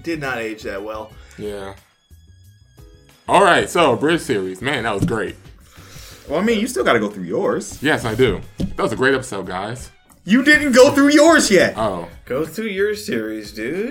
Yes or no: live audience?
no